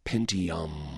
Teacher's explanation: it's got the powerful plosive P at the beginning. It's got that strong plosive T in the middle, but it's got the M and the N that hums through the word Pentium.